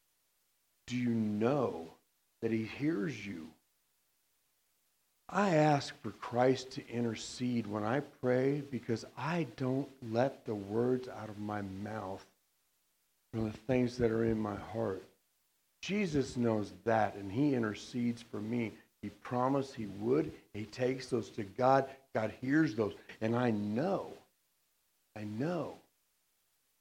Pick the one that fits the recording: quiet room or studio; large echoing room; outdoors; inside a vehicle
large echoing room